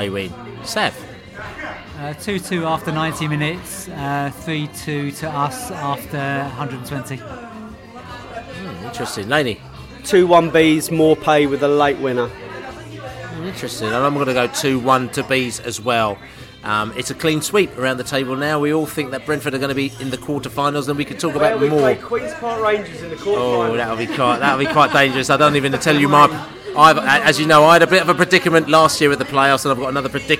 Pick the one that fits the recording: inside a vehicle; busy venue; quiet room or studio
busy venue